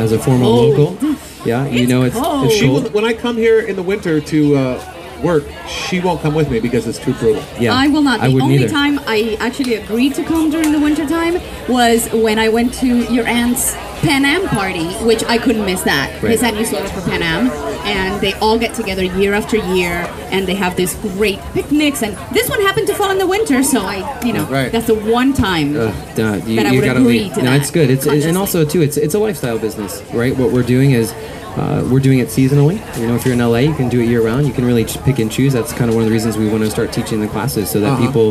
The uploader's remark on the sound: LIVE from the Randolph Street Market in Chicago, one of the TOP TEN antique market festivals in the US according to USA TODAY